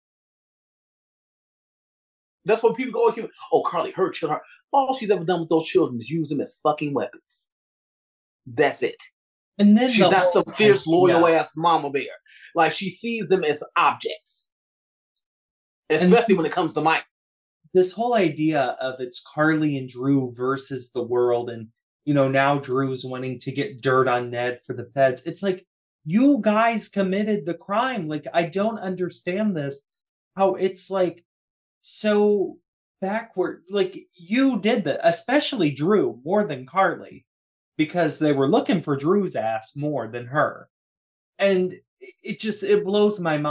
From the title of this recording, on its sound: Three Bitches on a Zoom